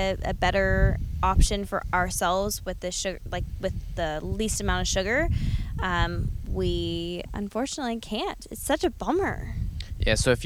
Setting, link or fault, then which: setting, outdoors